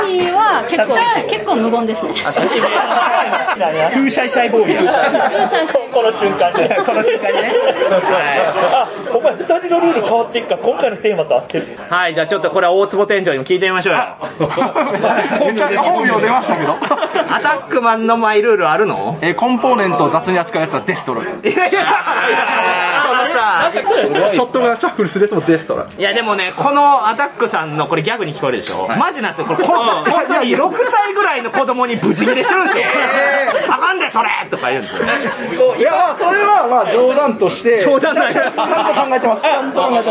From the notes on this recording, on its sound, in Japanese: 店内収録のため、騒音雑音が激しく入っております。